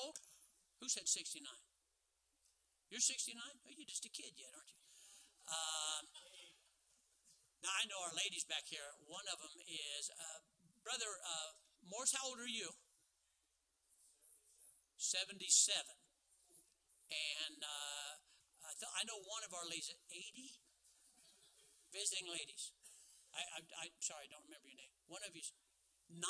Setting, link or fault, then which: setting, large echoing room